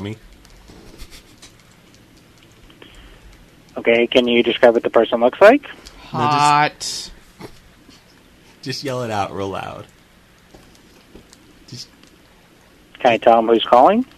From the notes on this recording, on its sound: RBCP's Personal Prank Phone Calls Collection